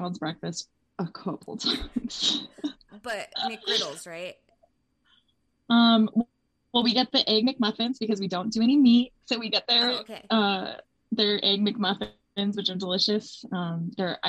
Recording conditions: poor sound quality